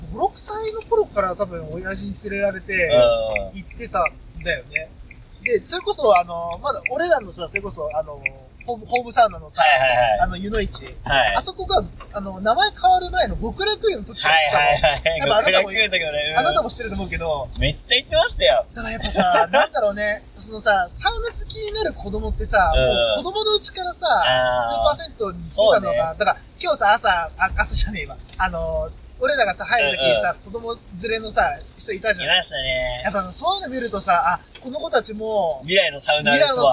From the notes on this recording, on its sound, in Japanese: ドライビングトーク。この日、大雨の中車内収録だったため雨粒の音が相当入ってたのは言うまでもなく。